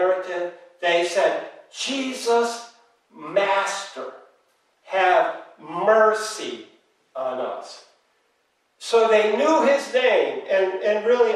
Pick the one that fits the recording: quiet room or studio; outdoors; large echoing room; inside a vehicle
large echoing room